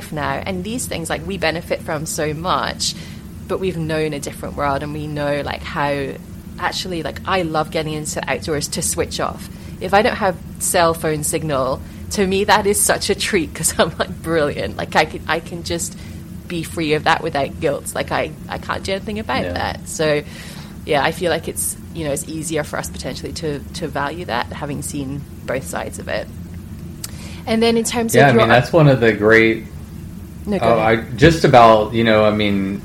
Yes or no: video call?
no